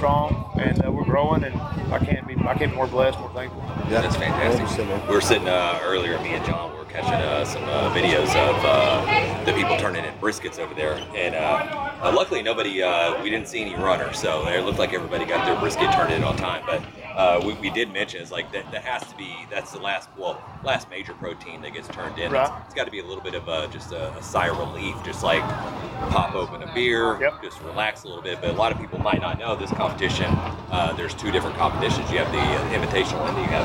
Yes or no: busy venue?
yes